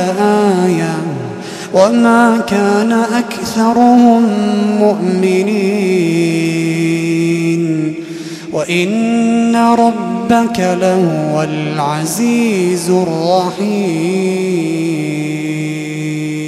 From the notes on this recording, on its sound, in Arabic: تسجيلات من صلاة التراويح لشهر رمضان عام 2016.